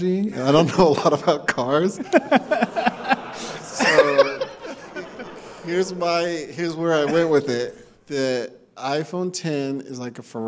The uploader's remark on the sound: Recorded live in front of an audience in San Francisco after Apple's iPhone X event. The gang also takes questions from the audience.